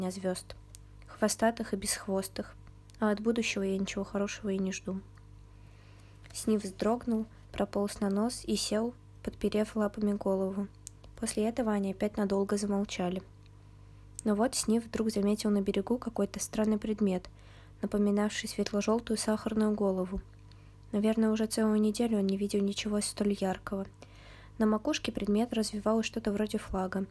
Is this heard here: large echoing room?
no